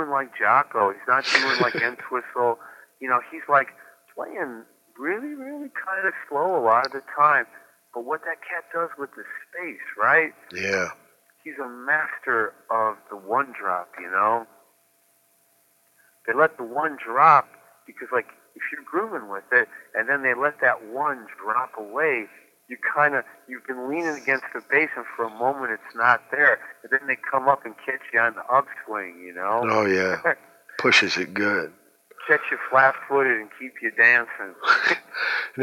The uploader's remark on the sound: phone interview